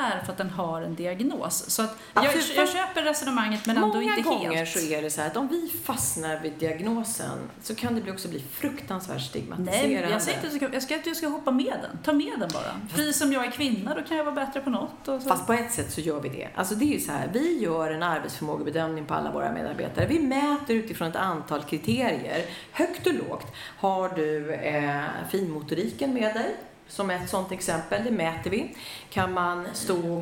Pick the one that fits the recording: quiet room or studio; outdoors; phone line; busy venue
busy venue